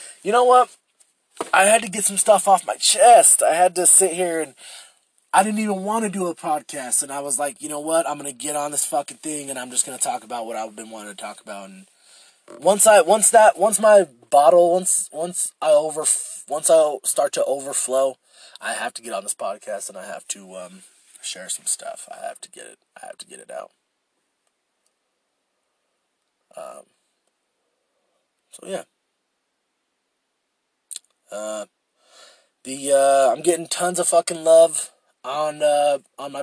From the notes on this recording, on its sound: I record in my shitty Lexus.